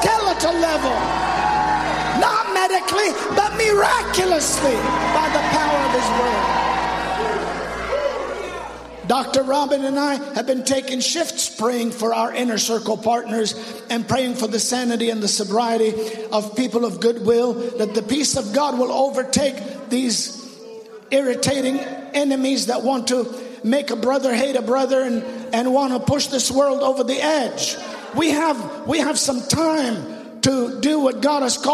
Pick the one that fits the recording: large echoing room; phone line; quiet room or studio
large echoing room